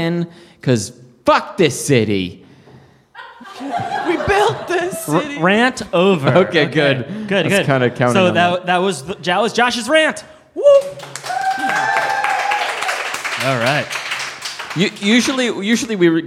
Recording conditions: live audience